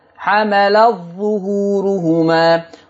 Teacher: حملت ظهورهما تظهر التاء، ده على رواية حفص. طب وعلى رواية ورش تضغم، تعرى التاء وتشدد الظاء